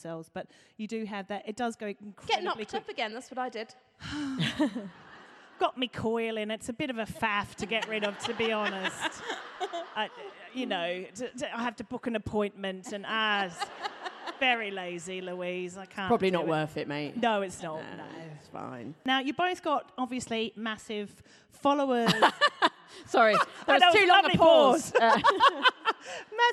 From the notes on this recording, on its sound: This episode was recorded LIVE at the Birmingham Podcast Festival in front of an actual audience.